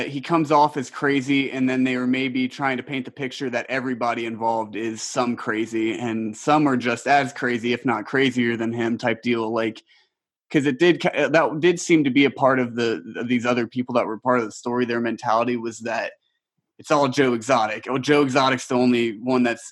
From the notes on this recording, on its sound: get together on another zoom meeting